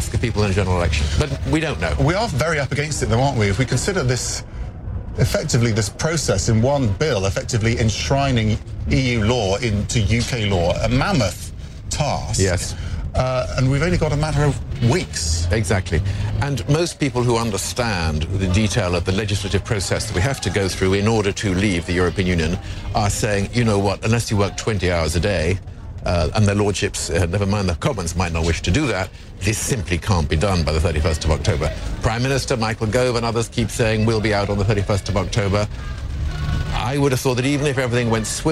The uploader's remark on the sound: live from outside the Houses of Parliament